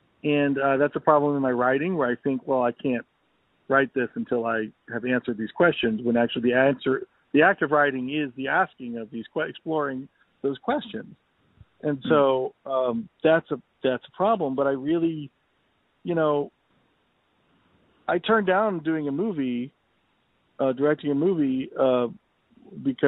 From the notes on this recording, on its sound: A special phonesode!